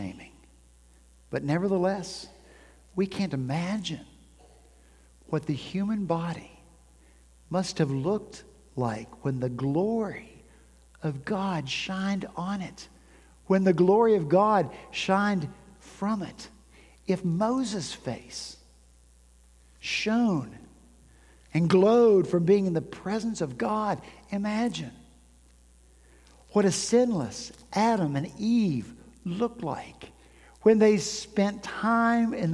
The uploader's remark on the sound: At Redeemer Presbyterian Church in Charleston, SC